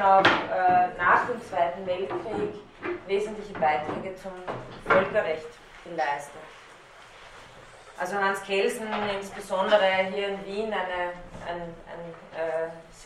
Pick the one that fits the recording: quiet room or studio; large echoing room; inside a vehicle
large echoing room